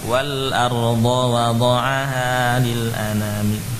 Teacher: maka alifnya tidak terbaca, langsung dilompati ya, langsung masuk ke lam.